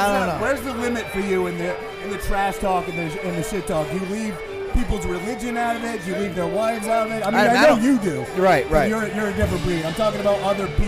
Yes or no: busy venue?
yes